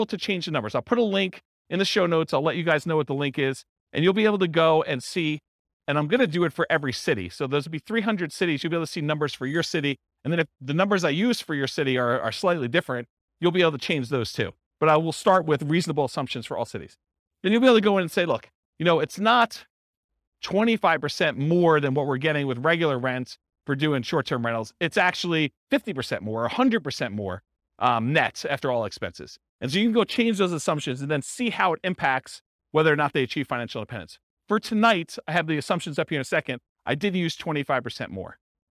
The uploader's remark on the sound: This was a live class recorded